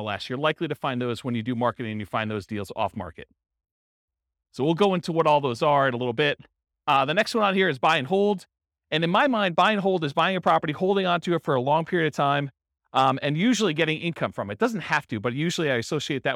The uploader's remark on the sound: This was a live class recorded